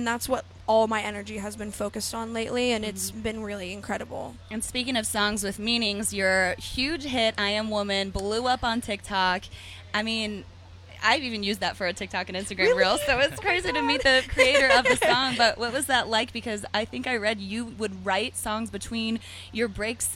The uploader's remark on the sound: The MIX is live backstage at Lollapalooza 2022!